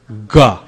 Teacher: It's touching way back in your throat. · Term: gutturals